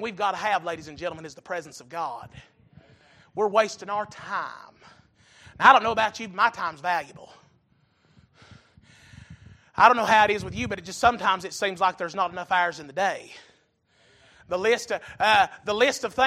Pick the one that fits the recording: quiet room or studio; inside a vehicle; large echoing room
large echoing room